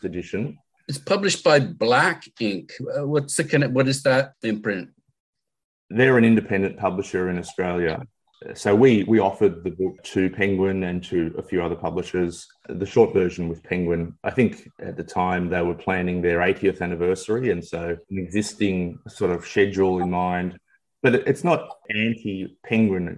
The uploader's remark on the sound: via Zoom